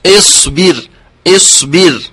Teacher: في الصاد جريان الصوت مع جريان النفس